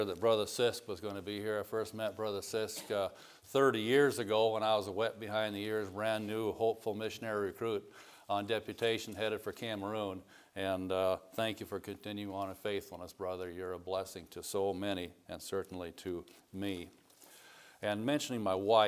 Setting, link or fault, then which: setting, large echoing room